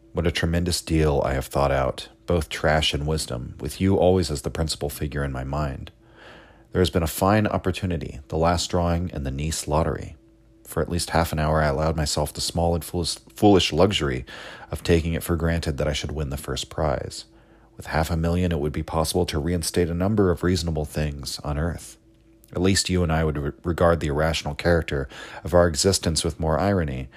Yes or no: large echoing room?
no